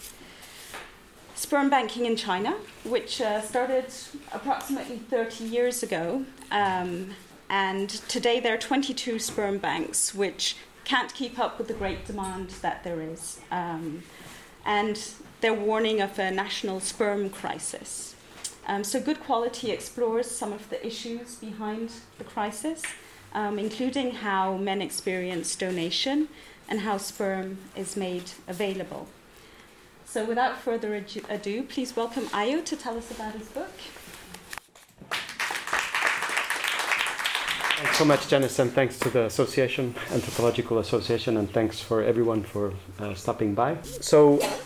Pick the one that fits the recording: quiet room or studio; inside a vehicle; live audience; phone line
live audience